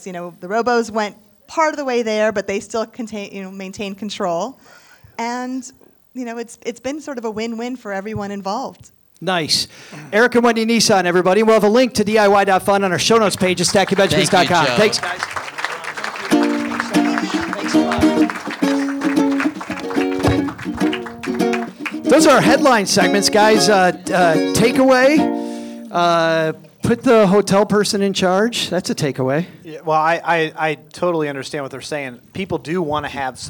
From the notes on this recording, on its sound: We kick off live show week with a great story. Plus, because we're live, we've brought a TON of financial and community stars with us. We were joined on stage by our guest co-host. It's a really fun episode in front of a live crowd.